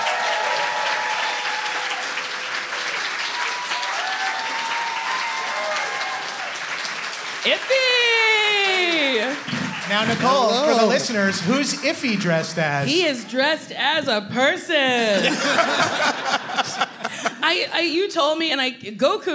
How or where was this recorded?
live audience